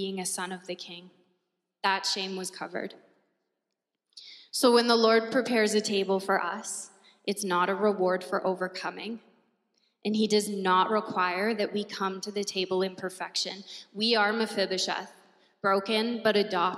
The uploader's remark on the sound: At our Edmonton Gathering in December 2022 at Gateway Alliance Church